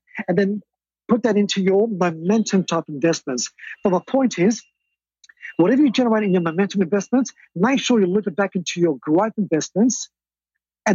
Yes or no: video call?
yes